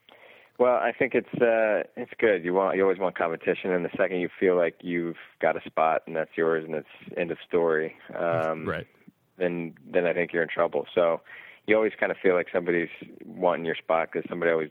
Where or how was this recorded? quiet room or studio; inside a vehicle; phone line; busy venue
phone line